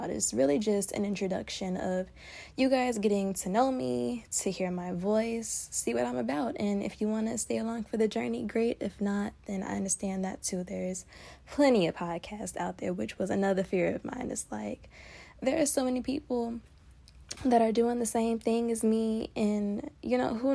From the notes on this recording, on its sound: unscripted, no notes, just a girl, the voice memo app